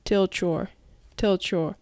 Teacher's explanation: tilt 自体は単体であればストップ t で発音されることが多いんですけれども your と続くと大抵の場合は tilt your tilt your とつなげて発音されます